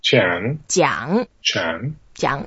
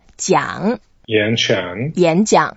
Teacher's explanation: It's a third tone as well, so we go down and up